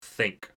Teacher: this is our unvoiced or softer TH sound